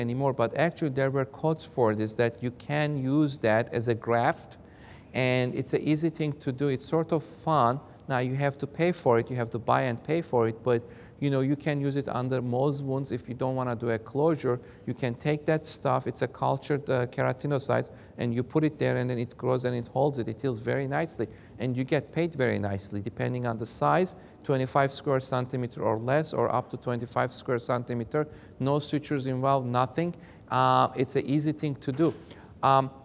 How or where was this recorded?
large echoing room